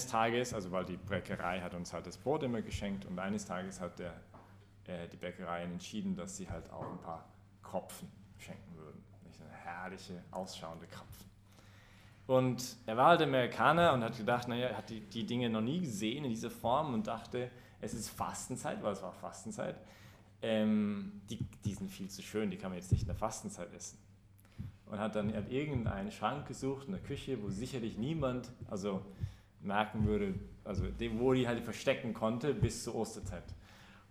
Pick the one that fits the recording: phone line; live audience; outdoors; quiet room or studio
live audience